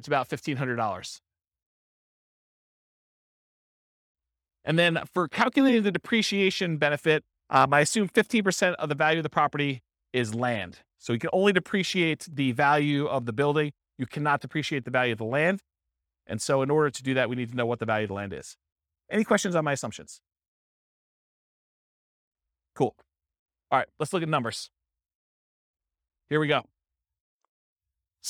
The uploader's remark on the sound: This was a live class recorded